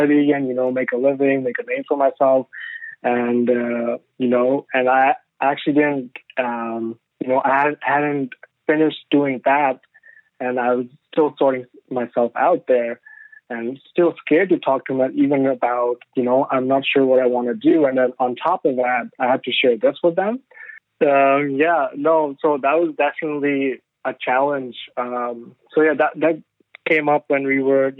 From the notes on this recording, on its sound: phone interview